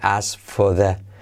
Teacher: al verlo despacio me sale la K, pero habría que quitarla